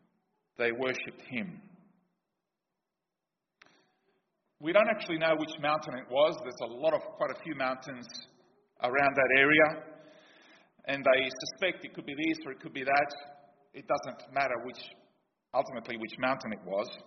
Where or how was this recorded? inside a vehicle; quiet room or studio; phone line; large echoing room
large echoing room